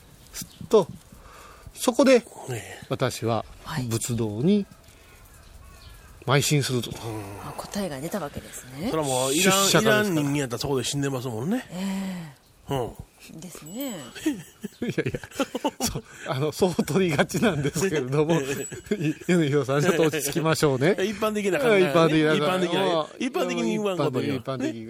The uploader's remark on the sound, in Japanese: 小雨交じりの霧が立ち込める中での収録でした。